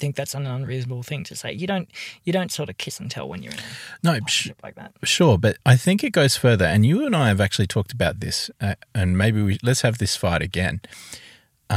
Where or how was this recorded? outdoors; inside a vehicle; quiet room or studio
inside a vehicle